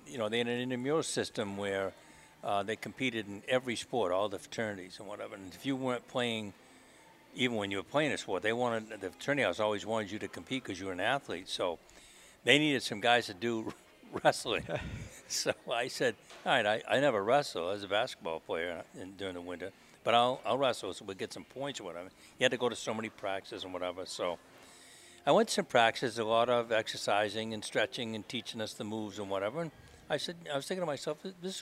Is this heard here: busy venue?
yes